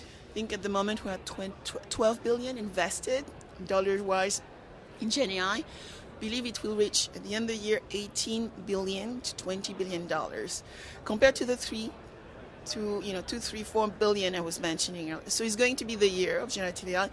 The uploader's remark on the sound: Live from ITC Vegas ’23